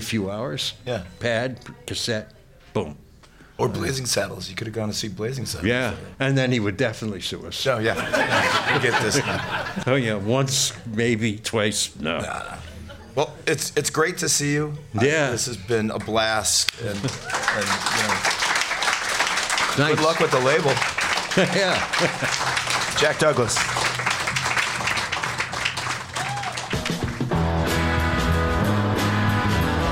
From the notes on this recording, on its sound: at a live event at Gman Tavern